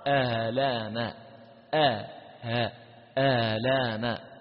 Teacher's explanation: يحقق الأولى ويسهل الثانية من دون إدخال · Term: التسهيل